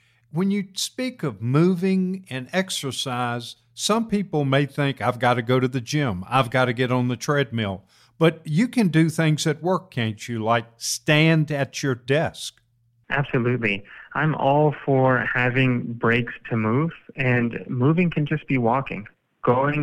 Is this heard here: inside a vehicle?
no